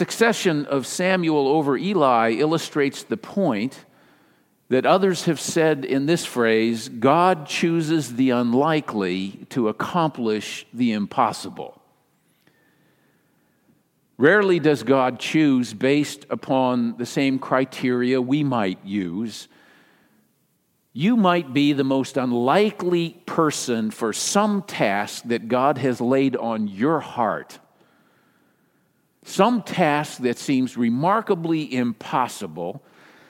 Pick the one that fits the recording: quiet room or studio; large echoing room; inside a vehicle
large echoing room